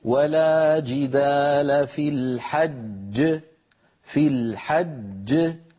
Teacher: الجيم التي كانت مكسورة في الوصل لما نقف عليها تسكن وتتقلقل، أما التي قبلها فهي مدغمة